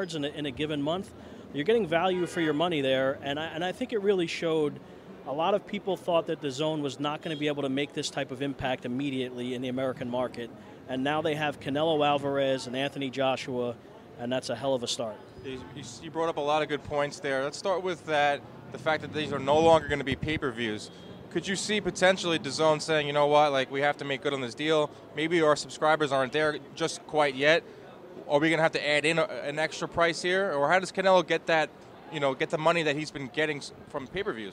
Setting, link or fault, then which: setting, busy venue